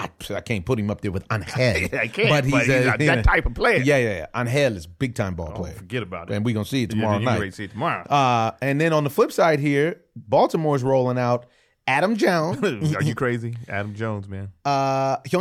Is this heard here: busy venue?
no